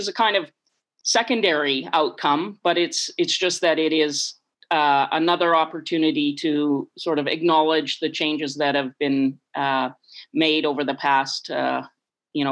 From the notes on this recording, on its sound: Over zoom from her home in Victoria.